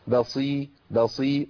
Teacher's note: بصير مش بصير. بصير لا، ما فخمش الباء لأن الباء حرف مرقق. بصير بصير، والصاد مكسورة عندي فهي ليست قوية بالقوة اللي بيتمثل فيها الحرف في حال حركة الفتح أو الضم.